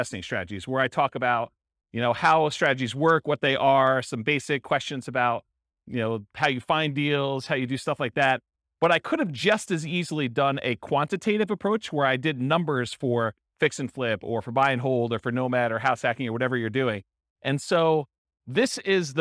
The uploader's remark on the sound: Real estate entrepreneurs in Garden Grove, California. This was a live class recorded to give investors a solid qualitative overview of all the different real estate investing strategies. The live in-person version.